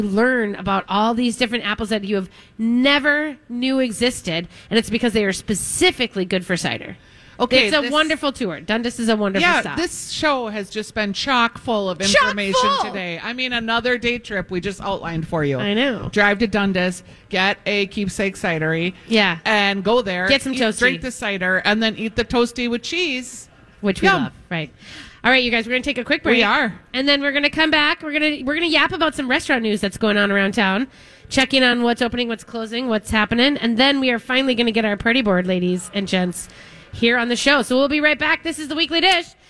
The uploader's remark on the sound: continue their live broadcast from Potluck in the Rosedale Mall